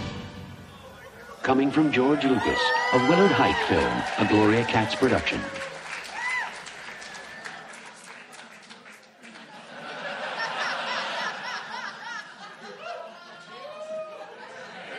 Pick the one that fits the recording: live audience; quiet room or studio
live audience